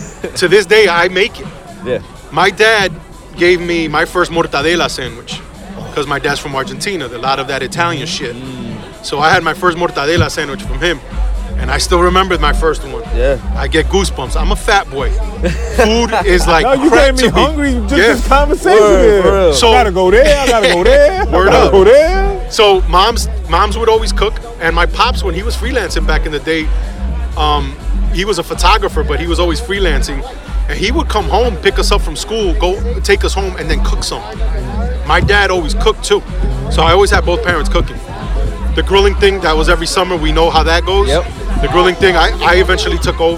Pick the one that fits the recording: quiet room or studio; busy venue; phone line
busy venue